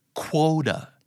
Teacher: แต่จริงๆแล้วมันคือคอควบวอนะครับ